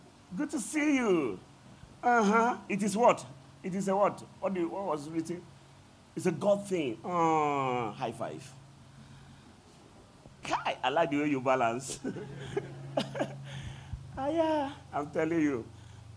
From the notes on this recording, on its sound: at The Greater Works International Convention (GWIC) | Day 4 Evening Session